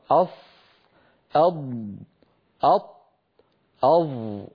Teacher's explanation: هذه الأربعة فيها انحصار للصوت بين اللسان والحنك الأعلى